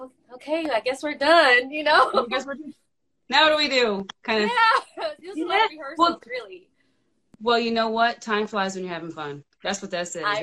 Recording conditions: video call